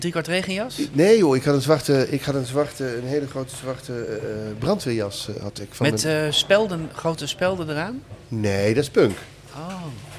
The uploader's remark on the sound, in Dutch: De podcast wordt live opgenomen in café Eik en Linde , te Amsterdam.